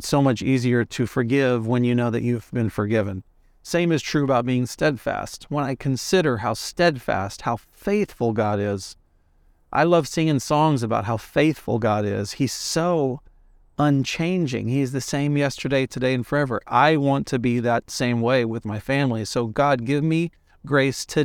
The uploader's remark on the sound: Takes his mic on the road (literally). Car ride conversation.